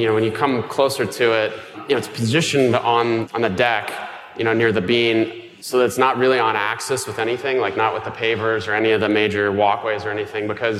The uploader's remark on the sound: For our final live Mini-Session, recorded during our Next Up event at the Chicago Architecture Biennial.